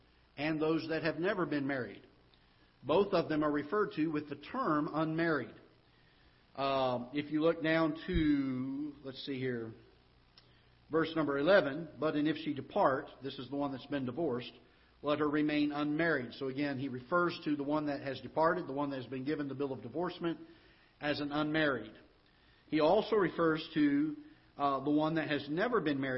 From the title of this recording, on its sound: Ketha Heights Baptist Church ~ Live Broadcast